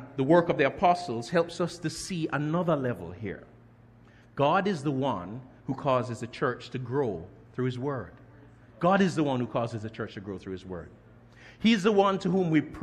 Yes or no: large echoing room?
yes